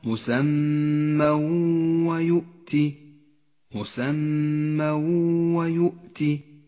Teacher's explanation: التنوين وبعده حرف الواو إدغام بغنة